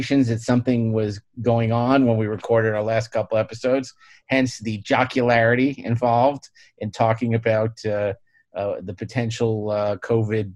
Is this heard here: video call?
yes